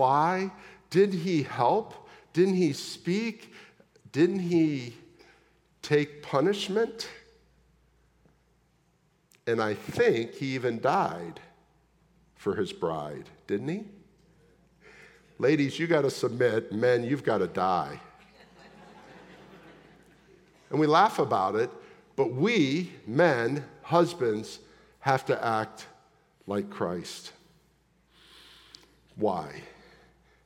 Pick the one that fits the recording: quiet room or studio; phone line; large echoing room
large echoing room